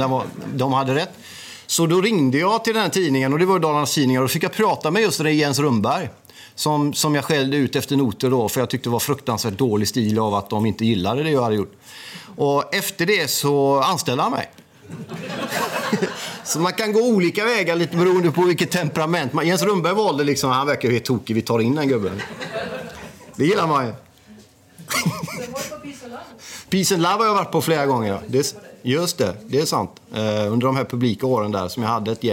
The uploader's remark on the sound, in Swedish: Live från italienska föreningen